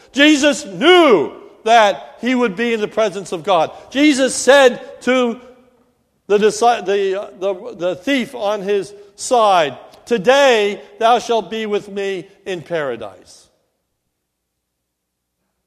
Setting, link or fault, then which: setting, large echoing room